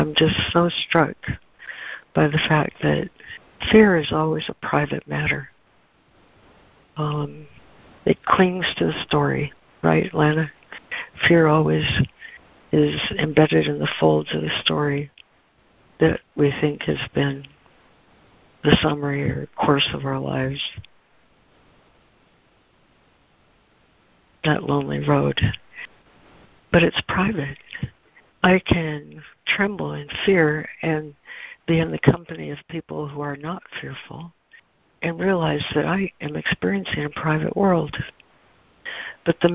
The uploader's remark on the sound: ACIM Daily Conference Call